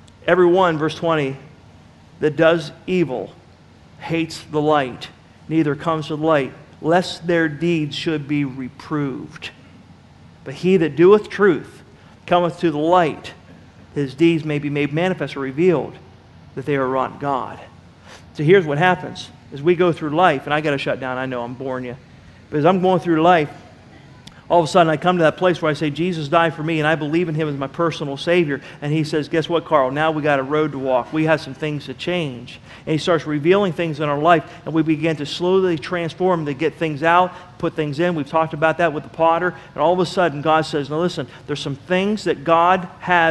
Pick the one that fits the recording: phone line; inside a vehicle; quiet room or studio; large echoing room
large echoing room